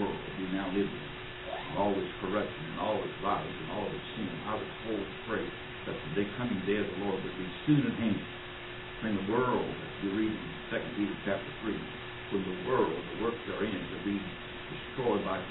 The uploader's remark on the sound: Audio changes at about the last ten minutes.